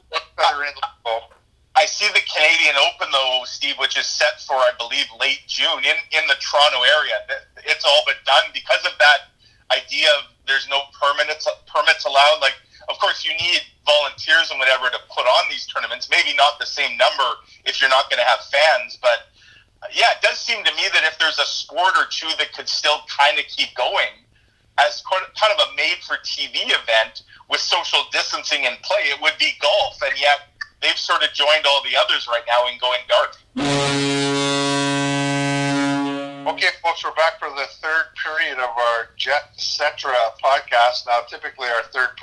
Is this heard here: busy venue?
no